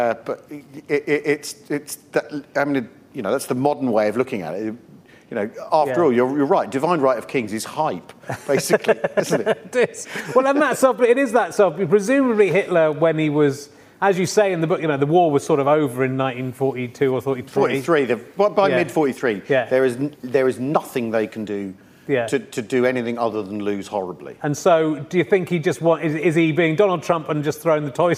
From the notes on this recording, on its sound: This week's book club episode was recorded on 15th November 2020, during lockdown in a central London bar with an online audience.